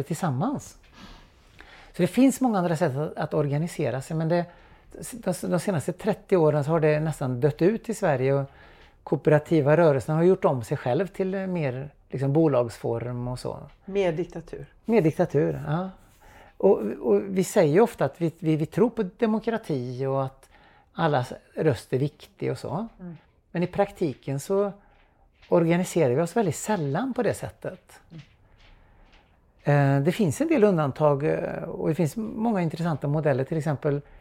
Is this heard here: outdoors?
no